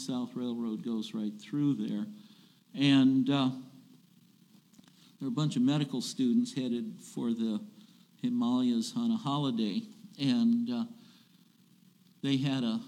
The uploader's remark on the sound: recorded July 16, 2022, at Ringgold Seventh-day Adventist Church.